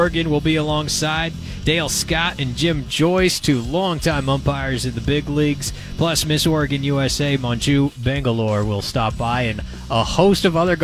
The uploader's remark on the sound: broadcast live from The Reserve Vineyards & Golf Club, site of the 9th annual BFT Foundation Celebrity Golf Tournament